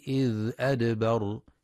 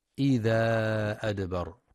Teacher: ينتبه القارئ برواية حفص لسكون الذال في إذ مع بيان صفة الرخاوة · Shown in: first take · فلا يقرأ بالفتح والمد إذا أدبر.